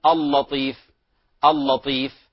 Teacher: إذن من الخطأ تفخيمها مثلا في قول اللطيف، لا نقول اللطيف اللطيف، فقد فخمنا الألف وفخمنا اللام، وهنا لا مسوغة لتفخيمها.